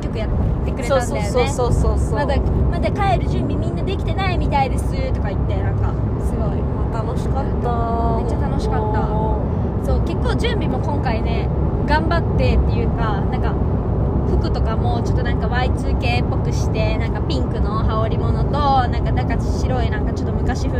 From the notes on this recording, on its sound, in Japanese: 帰り道で録音してよかった！